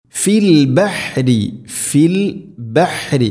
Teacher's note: ഹ തൊണ്ടയുടെ മധ്യഭാഗം മഖ്റജ്. അതുപോലെ ബഹ്രി, റായിനെ തർഖീഖ് ചെയ്യണം, നേർപ്പിച്ചു കൊണ്ട് ഉച്ചരിക്കണം, ബഹ്രി എന്നല്ല.